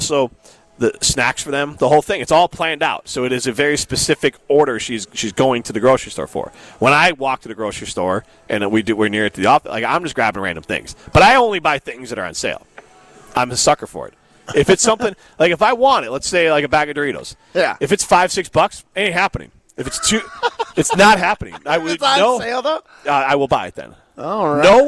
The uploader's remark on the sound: The guys are live from X-Golf in Madison.